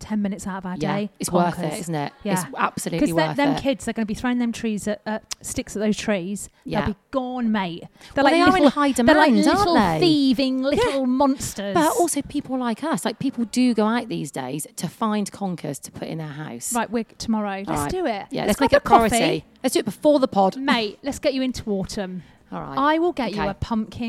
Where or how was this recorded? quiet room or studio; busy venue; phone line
busy venue